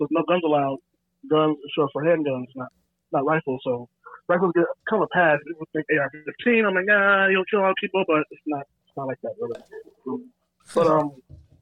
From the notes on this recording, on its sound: Calls in live from the cesspool of California. The gang get super drunk.